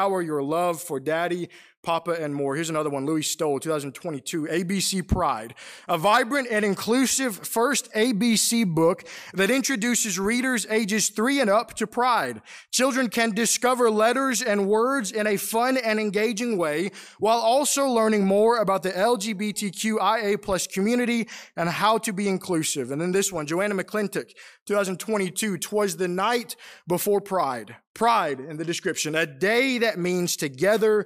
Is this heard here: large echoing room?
yes